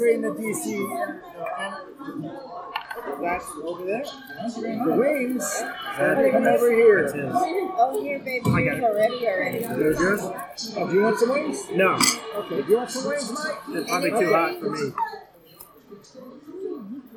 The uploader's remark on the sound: The discussion was recorded at a local Bar and grill, so we have to let you know that while the discussion is great, the background noise is loud.